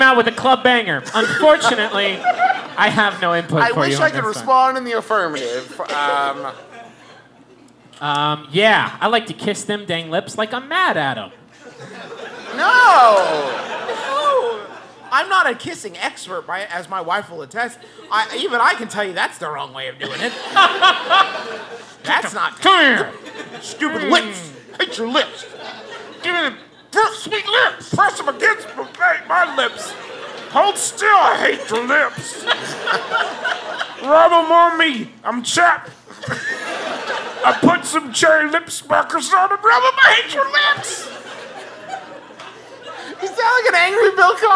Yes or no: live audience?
yes